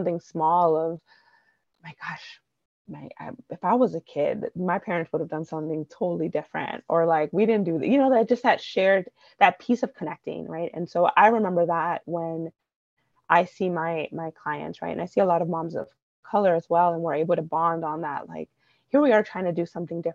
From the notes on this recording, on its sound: Apologies for the little glitches this time — I’m not sure how that happened.